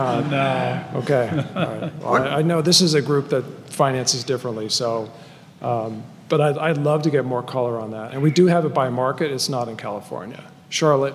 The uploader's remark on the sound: The Norris Group’s annual award-winning event, I Survived Real Estate is back, LIVE! Our 15th annual black-tie gala.